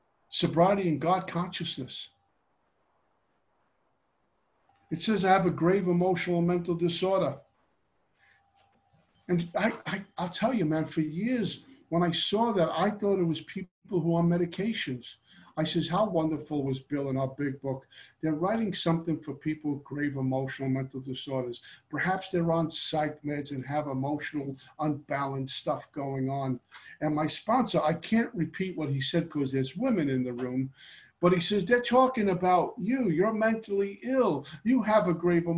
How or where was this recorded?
video call